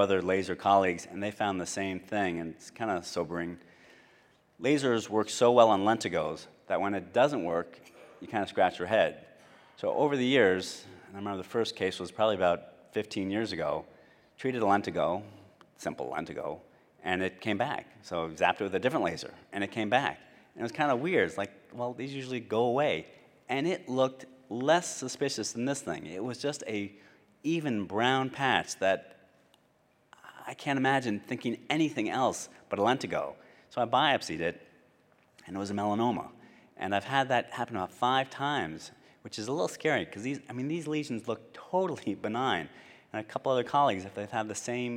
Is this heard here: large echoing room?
yes